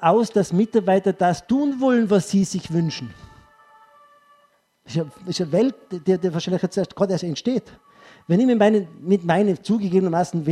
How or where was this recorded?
live audience